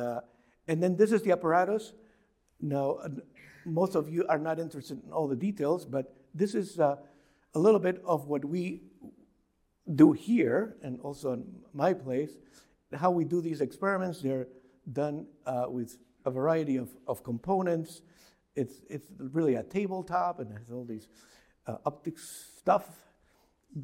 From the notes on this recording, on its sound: Recording of a lecture delivered on December 1, 2023. As part of the Formal Lecture Series.